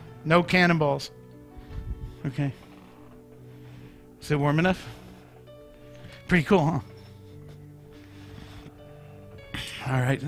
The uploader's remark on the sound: Mt. Zion Church Live!